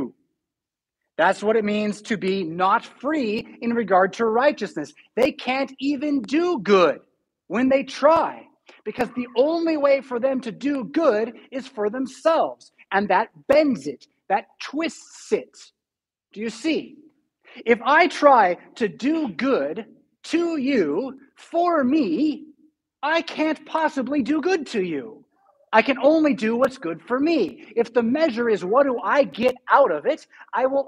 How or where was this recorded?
large echoing room